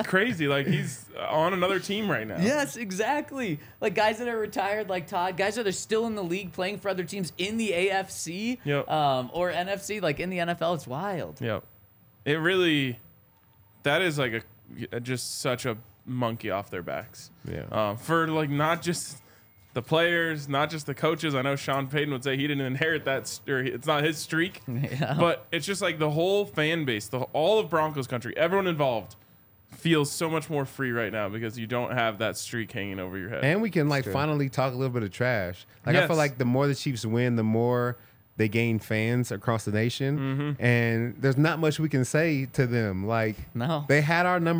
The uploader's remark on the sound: coming to you LIVE from the DNVR Bar